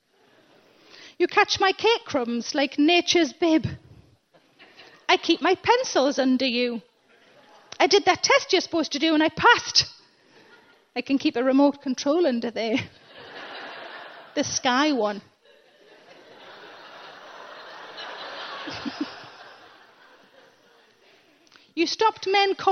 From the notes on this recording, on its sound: In Cambridge for a chat about all sorts of stuff from confidence to class, as well as some questions from the audience.